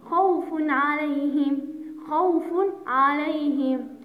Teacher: التنوين أتى بعد حرف العين والعين من حروف في الإظهار، فنطقنا بتنوين ظاهرة